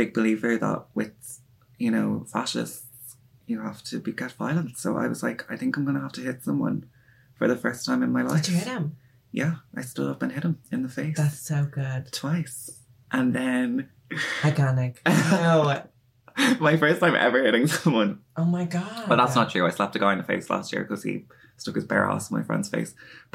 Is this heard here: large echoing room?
no